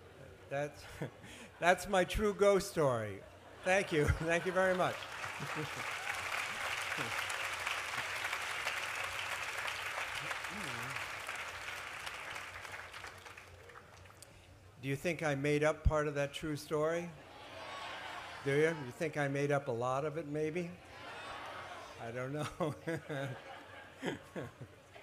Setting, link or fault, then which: setting, live audience